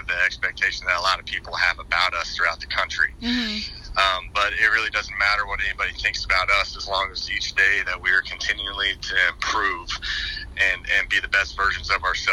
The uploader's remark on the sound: an exclusive phone interview